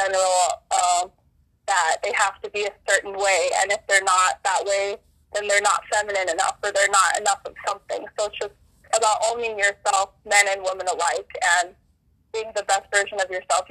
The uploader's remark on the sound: Phone interview